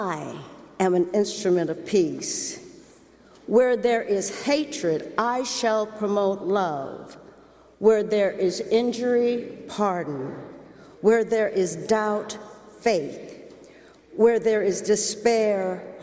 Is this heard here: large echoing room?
yes